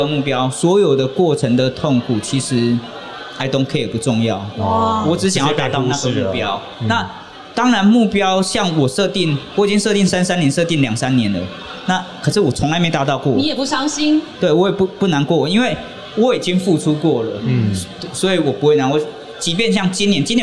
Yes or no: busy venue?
yes